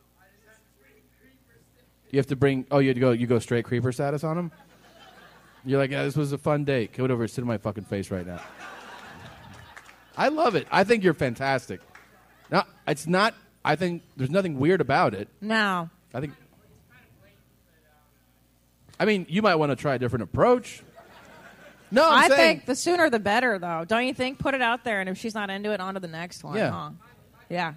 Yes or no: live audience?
yes